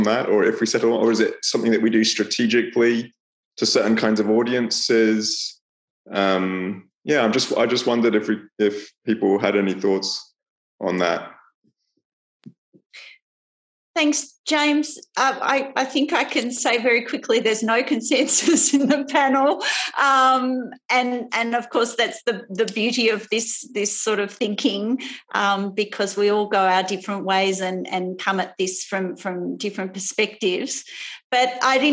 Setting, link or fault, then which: link, video call